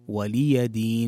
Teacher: من الأخطاء الشائعة أن تقرأ ولي دين، ولي دين، والصحيح أن تحقق كسرة اللام في ولي وتوضح كذلك الياء، فتحة الياء، ولي دين، ليست ولي دين، ولي دين، ولي دين.